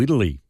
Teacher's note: So Americans turn medial T's into D's quite often.